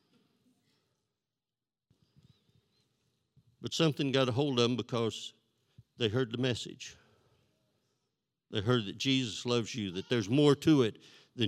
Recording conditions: large echoing room